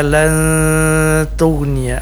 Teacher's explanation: Ikhfa artinya samar-samar antara bunyi nun sukun dengan ta, huruf ta yang ditemuinya.